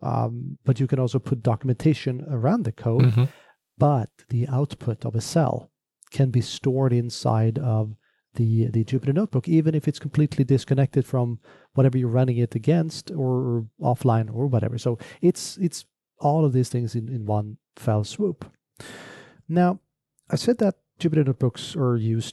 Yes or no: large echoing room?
no